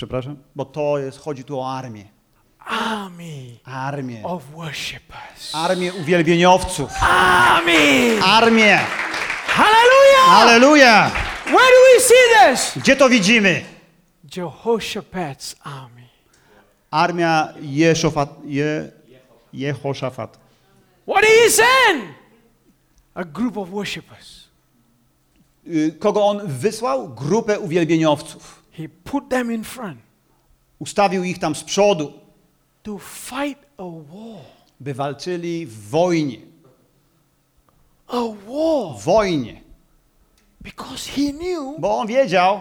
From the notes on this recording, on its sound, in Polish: Nauczanie zostało nagrane podczas spotkania Makrogrupy NOF Church 14.